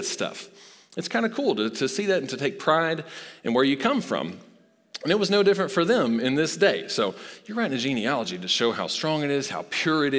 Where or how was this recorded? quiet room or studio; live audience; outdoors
live audience